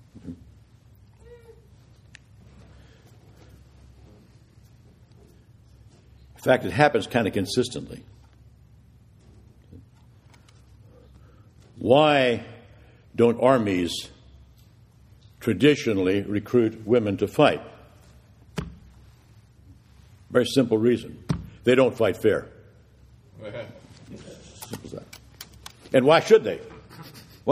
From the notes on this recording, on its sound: This is the audio from the Vespers Service